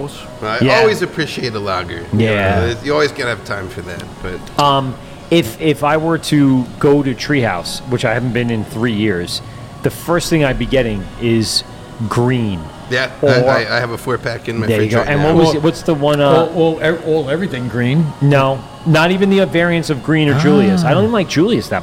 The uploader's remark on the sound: LIVE at Garvies Point Brewery and Restaurant. Live from the brand new space.